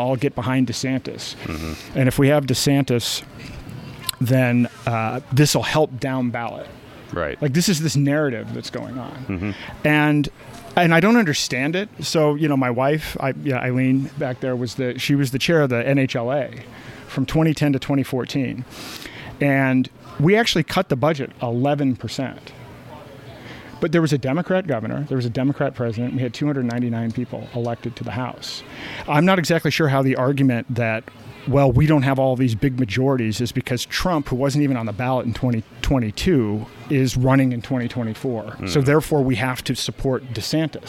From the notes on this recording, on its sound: Sat down at the Free State Live Hub this Porcfest. Newhampshire.